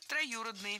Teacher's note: Ударение ставим на гласную «ю».